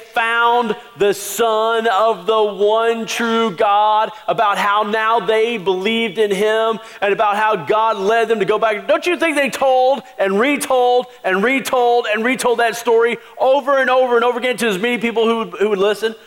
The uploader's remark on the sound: Christmas Eve Service 2016